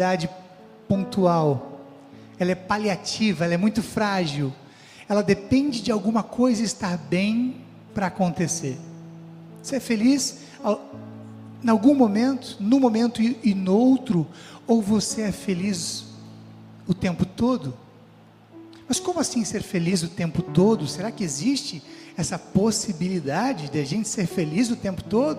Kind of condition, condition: setting, large echoing room